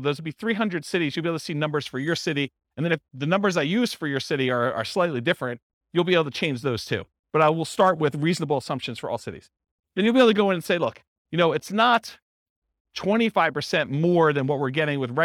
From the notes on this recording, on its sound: This was a live class recorded